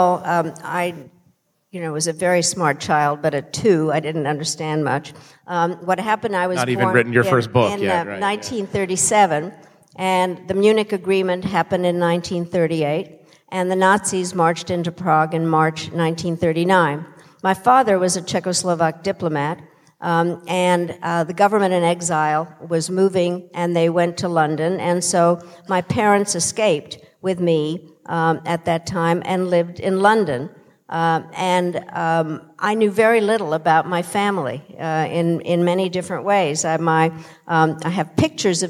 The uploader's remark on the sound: In a conversation on stage at Sixth & I